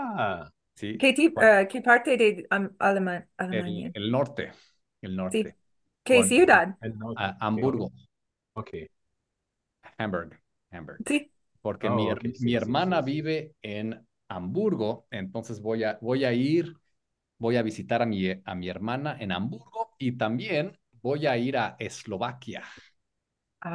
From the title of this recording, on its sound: Group Class on Zoom